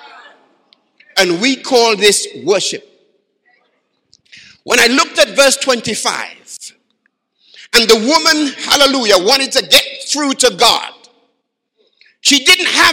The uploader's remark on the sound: Live from Baraton University Church 2018.